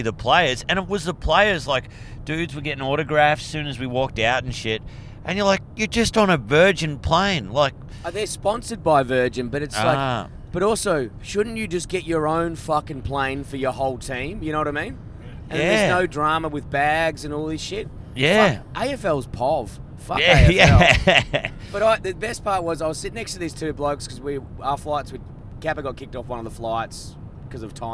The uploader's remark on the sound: We are podding live from an electric vehicle.